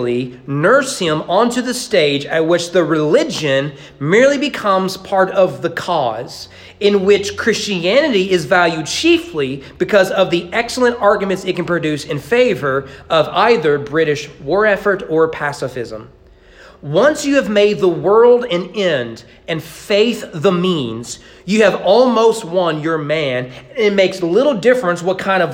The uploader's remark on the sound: Sermon preached at East Frankfort Baptist Church on Sunday evening October 23, 2022.